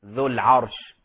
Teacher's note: الراء مفخمة. فانتبهوا لا نفخم العين لمجاورتها للراء. لا نقول ذو العه ذو العرش وهكذا.